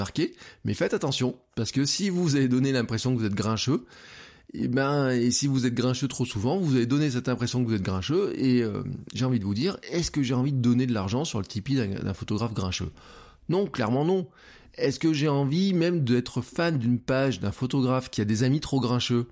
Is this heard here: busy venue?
no